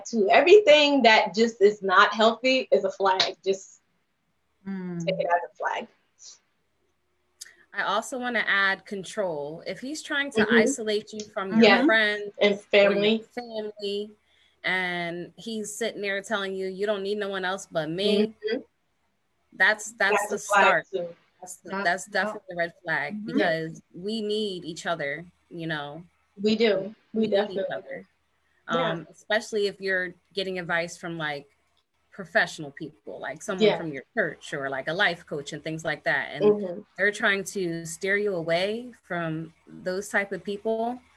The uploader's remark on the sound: LIVE TAPING PRE-RECORDED FROM FB LIVE DUE TO COVID19